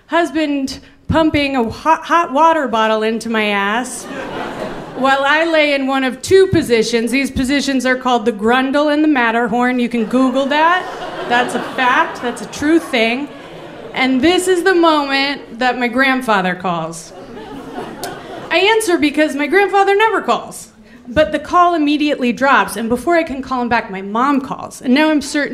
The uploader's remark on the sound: Live at the Bell House!